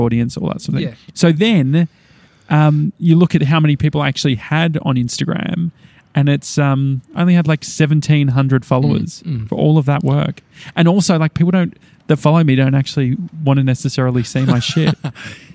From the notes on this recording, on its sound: We're recording live from Victoria Park's grandstand.